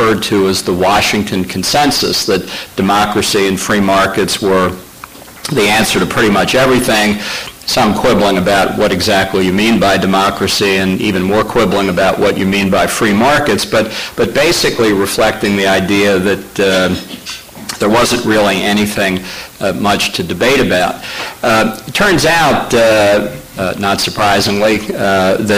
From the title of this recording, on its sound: Keynote Address at Limited Government Conference